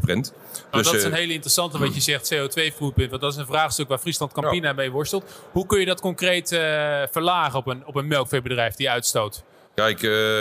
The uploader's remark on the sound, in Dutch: Tijdens een live-podcast op de RMV in Gorinchem